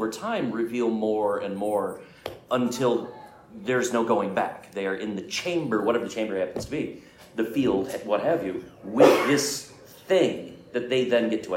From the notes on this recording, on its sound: Here is the live panel for Gamehole Con 2023 on Horror in TTRPGs.